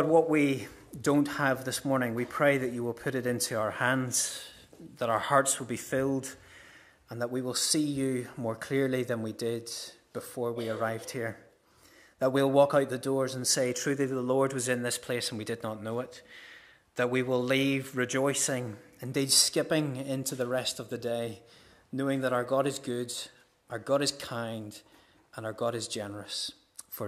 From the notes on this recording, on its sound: This is the recording of the Bible reading and sermon from our harvest morning service on Sunday 1st October 2023.